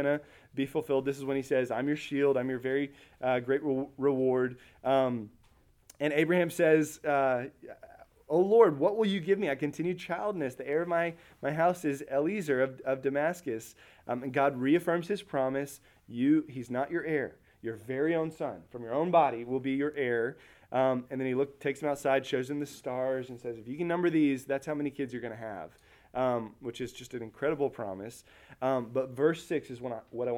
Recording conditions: large echoing room